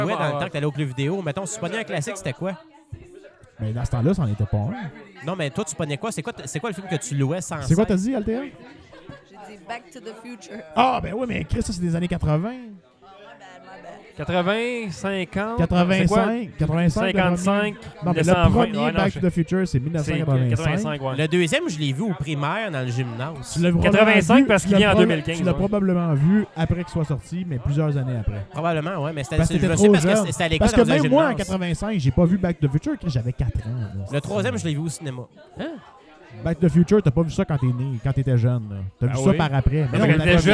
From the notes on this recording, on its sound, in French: Cette semaine on tente l'impossible : enregistrer un podcast pendant un party. On a un micro ouvert pour les membres du party qui veulent nous jaser!